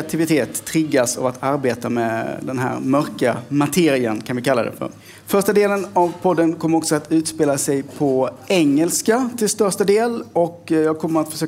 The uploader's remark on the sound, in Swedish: liveinspelning i Brasseriet